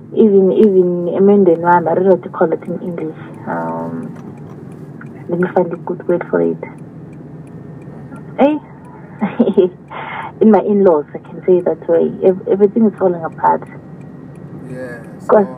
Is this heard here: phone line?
yes